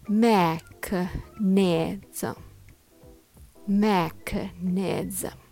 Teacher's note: Make sure the first syllable is strong and the rest flow smoothly. · Term: stressed and unstressed syllables